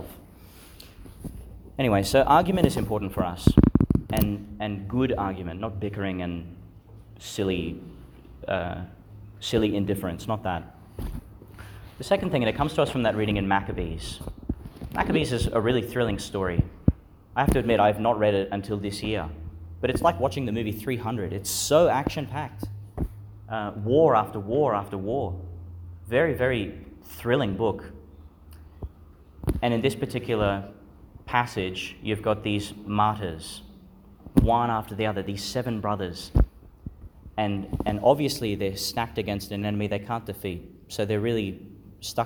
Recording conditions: large echoing room